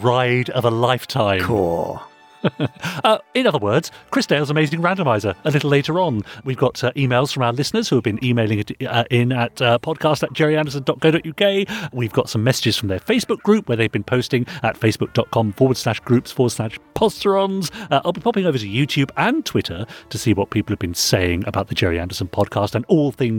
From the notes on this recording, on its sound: an archive recording from a 1981 Anderson convention